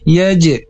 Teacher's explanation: ada jim mati atau bisa disebut dikokolah atau dipantulkan. Dan jangan sampai hurufnya sama dengan huruf zai.